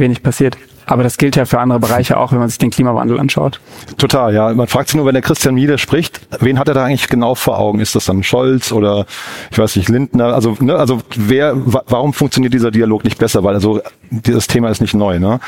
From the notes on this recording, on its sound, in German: Live von der PAKCon 2023 von Project. In der Live-Podcastfolge.